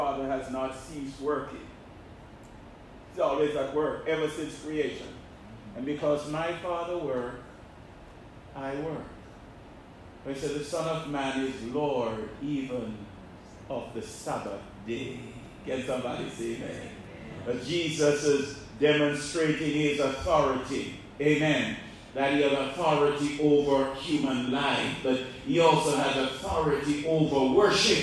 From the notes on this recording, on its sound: This sermon was preached at the Bovoni Baptist Church